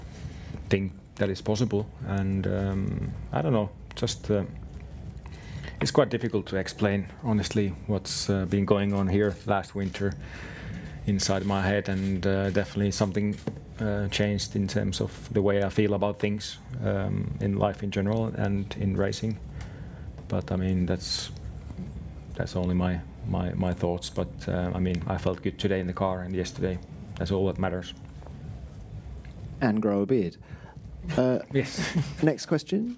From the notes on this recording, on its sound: Australia Sunday Post-Race Press Conference.